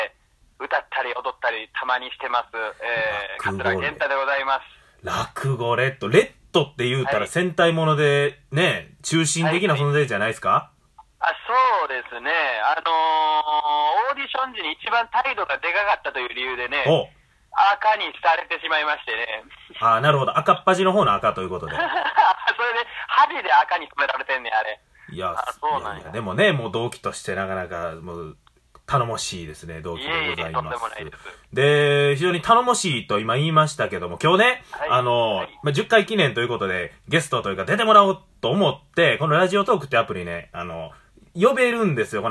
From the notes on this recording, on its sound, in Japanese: の携帯が使えないということで、。実家の固定電話を使い、私の母親の携帯にかけて収録するという手段をとりました。